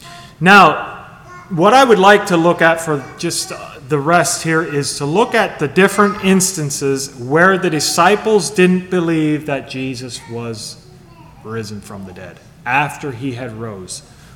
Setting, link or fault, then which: setting, large echoing room